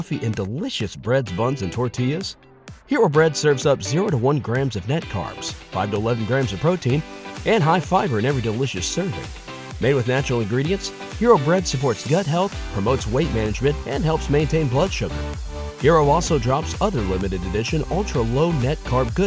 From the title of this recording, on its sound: Live From The Florabama